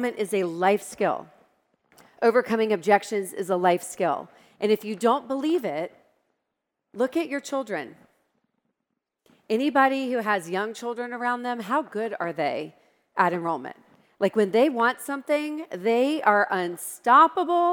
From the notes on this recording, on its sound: My 3-Day event for boutique photographers, Go Boutique Live. Here’s part of her presentation from Go Boutique Live 2021.